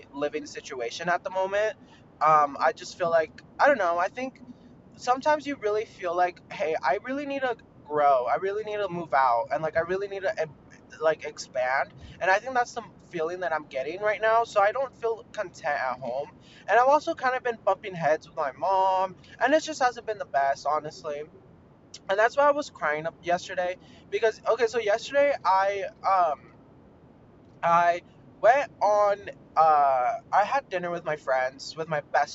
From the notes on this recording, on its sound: mini ROAD-TRIP podcast so so sorry abt the audio.